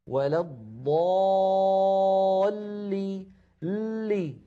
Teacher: اللام أيضا في كلمة ولضالين مشددة تتألف من لامين، اللام الأولى بين الرخوة والشديدة زمنها يحتاج إلى جريان ضئيل مساو للحم، ولضالي لي، لامان هذه اللام الأولى، لي هذه اللام الثانية.